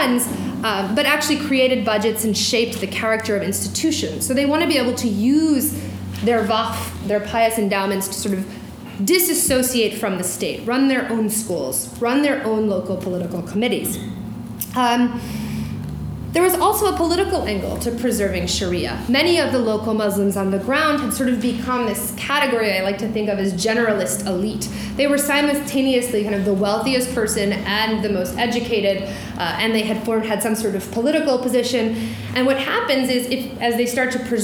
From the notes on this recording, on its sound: During this talk at the University of Washington